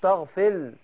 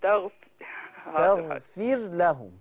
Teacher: لا مش تغفل، ما تضغميش الراء في اللام. · Shown in: second take